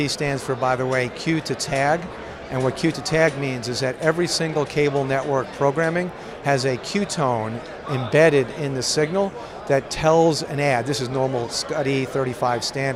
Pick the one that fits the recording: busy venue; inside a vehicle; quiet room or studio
busy venue